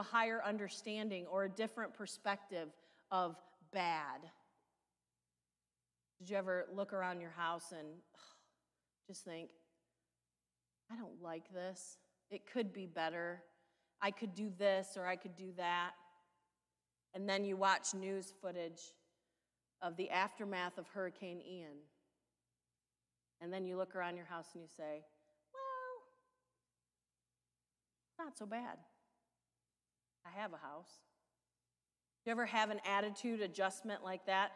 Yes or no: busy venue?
no